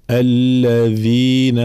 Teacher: الذال حرف مجهور، فلا نقول إن الذين في وكأنها ثاء، أو إن الذين وكأنها دال، لا، مجهورة ورخوة، الذال الذين، فلا بد من تطبيق هذه الصفات حال نطق الحروف الذين هكذا.